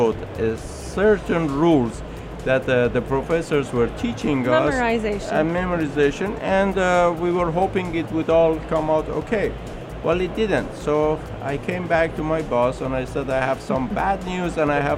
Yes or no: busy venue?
yes